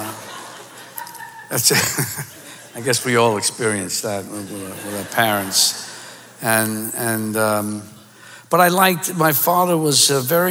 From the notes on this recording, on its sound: The conversation was recorded on October 7, 2019 in front of a live audience at New York’s 92nd Street Y.